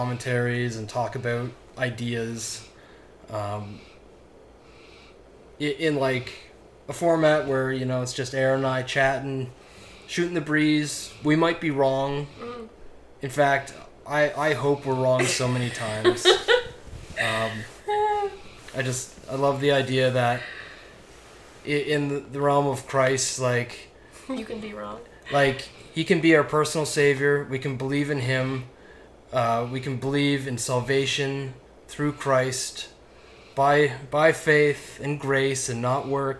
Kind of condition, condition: fault, sounds in the background